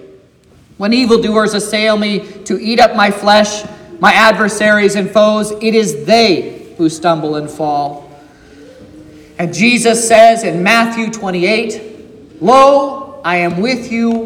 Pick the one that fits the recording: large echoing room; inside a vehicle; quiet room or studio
large echoing room